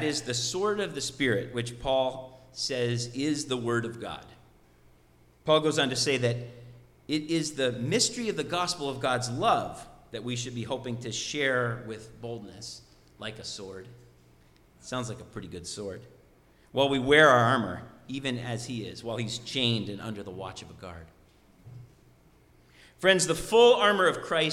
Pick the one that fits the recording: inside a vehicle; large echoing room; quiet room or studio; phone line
large echoing room